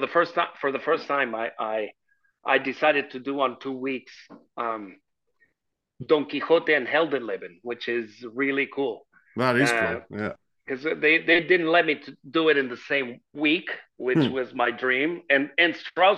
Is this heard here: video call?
yes